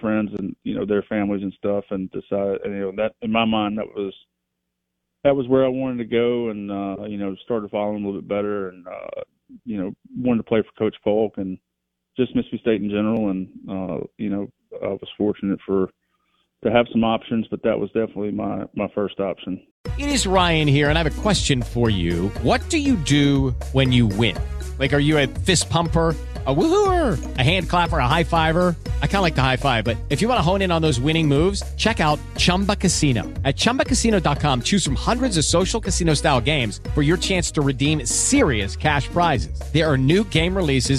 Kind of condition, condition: link, phone line